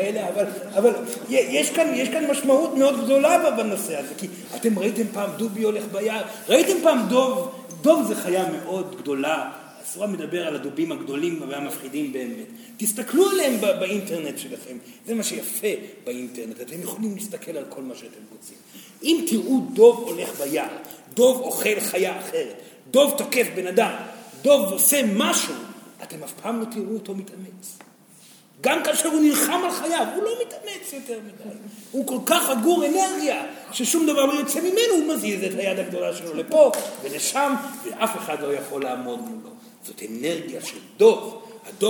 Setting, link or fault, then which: setting, live audience